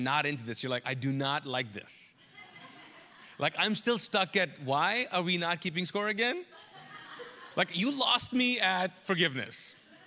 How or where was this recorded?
large echoing room